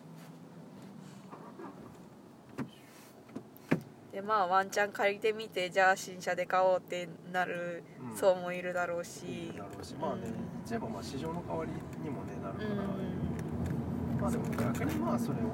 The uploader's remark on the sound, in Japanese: 中古車屋の息子としての考えを運転しながら語っていく。ドライビングラジオ。